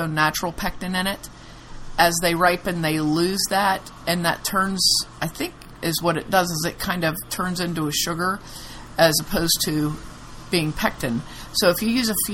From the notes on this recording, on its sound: We apologize for the background noise. It's the Stanley Cup finals and the tv kept getting turned up.